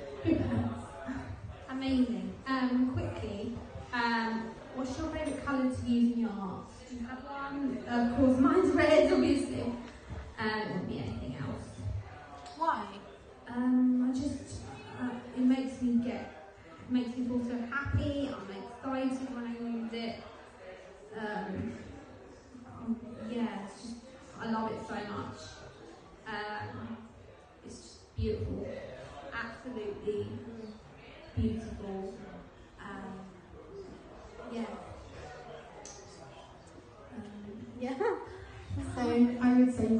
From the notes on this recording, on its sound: Taken place at the Minories Art Gallery in Colchester Essex inside my beautiful red den installation. Doing my first live podcast was exciting a bit nerve racking too as I wasn’t used too having a audience. It was a a bit messy not at all professional filming it on my phone. Having just one microphone to share with my guest I want two next time!